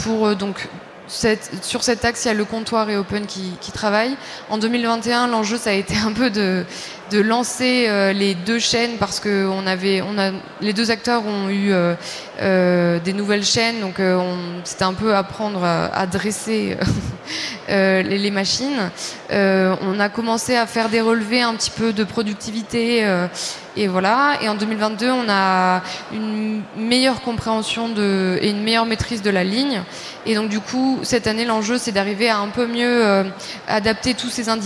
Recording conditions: busy venue